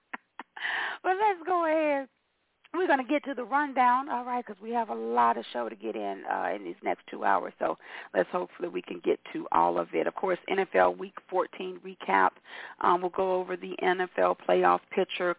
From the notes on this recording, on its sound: your phone calls